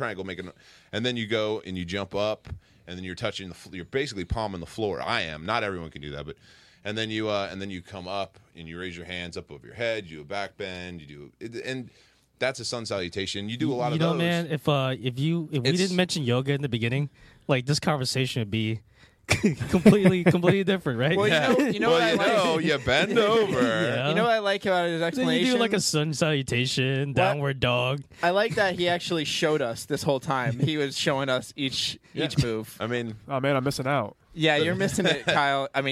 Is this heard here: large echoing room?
no